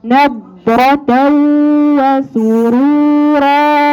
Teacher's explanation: ما تقلقليش الضاد، امسكيها معاكي شوية